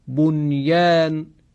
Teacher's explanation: ادغام نمی کنیم نون رو در یا